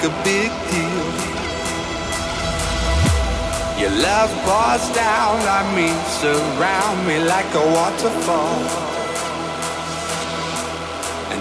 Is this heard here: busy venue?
yes